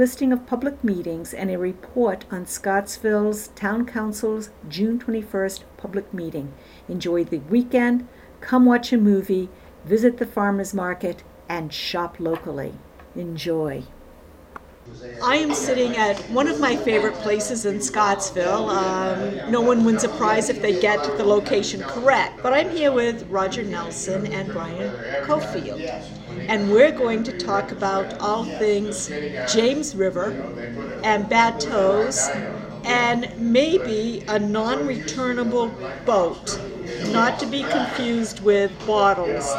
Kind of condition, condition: setting, busy venue